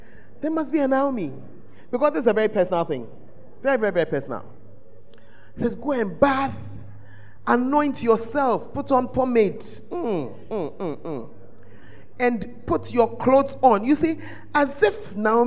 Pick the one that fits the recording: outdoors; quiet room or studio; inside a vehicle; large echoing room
large echoing room